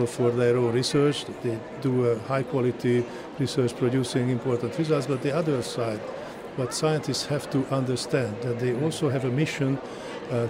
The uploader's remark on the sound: We continue our broadcast live from the Cape Town International Convention Centre where the Department of Science and Innovation is hosting the World Science Forum.